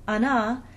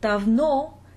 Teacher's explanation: You can hear in the word for she, ana, that the unstressed O is very close to the A, but in the word davno, since the O is stressed, it's a real O sound